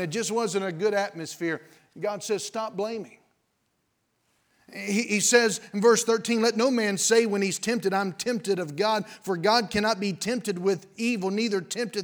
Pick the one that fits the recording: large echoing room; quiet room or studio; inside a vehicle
large echoing room